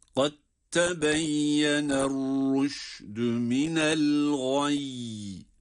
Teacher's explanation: Kad tebeyyene İdgam-ı mütecaniseyn yani dal harfi ta harfine idgam edilerek